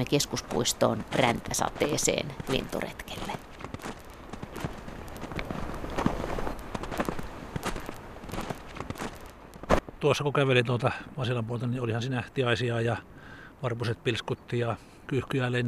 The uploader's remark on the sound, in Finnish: Talvisella linturetkellä.